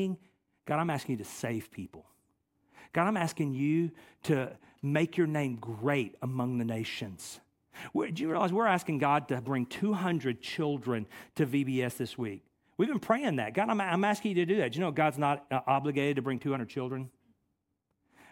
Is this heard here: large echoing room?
yes